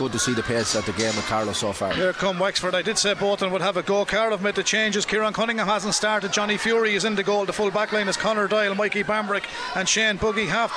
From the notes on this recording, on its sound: Chadwick’s Wexford Park beckoned. We were live in the stands for full commentary and analysis.